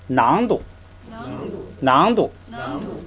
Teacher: 它在后边那个音节塔就要变成不松气，变成达，是吧？就变成都。然后后边不能升，是吧？所以呢，它又不能读二声，只能读一声，所以变成都。它的读音跟那个搭写不就完全一样，读成轻声，所以呢，囊度，囊度，囊度，从读音上没有区别。囊是里头